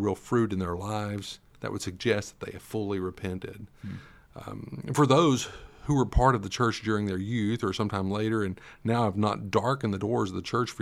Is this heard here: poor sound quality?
no